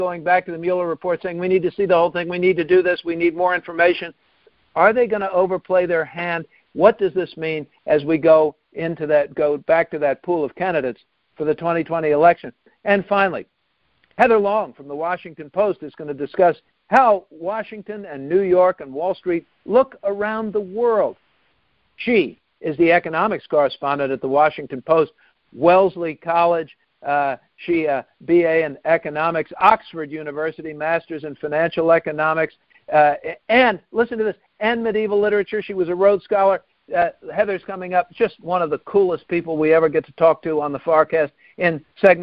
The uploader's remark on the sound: Calls in to talk about the bigger world.